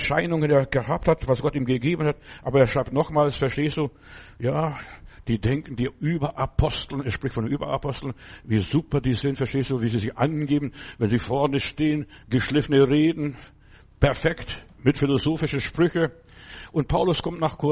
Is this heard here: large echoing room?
yes